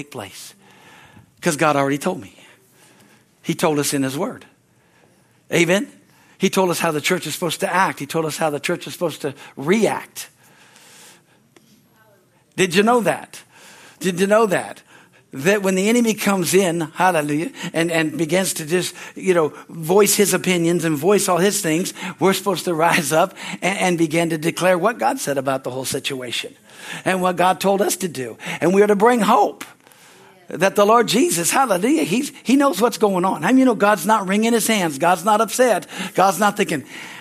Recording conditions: large echoing room